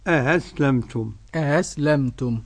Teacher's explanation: بتسهيل الهمزة الثانية بدون إدخال